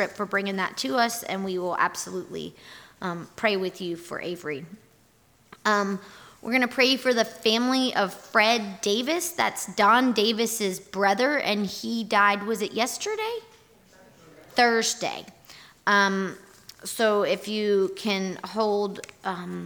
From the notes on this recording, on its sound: Our audio recording from this morning&#8217;s worship service. Here is our audio recording from this morning’s worship service.